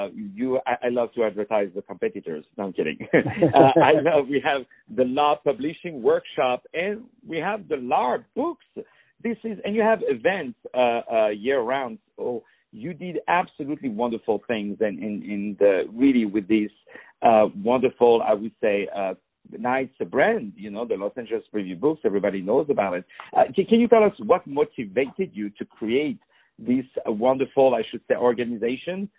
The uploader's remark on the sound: On the phone